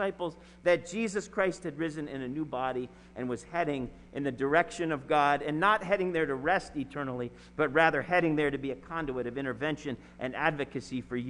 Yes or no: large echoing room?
yes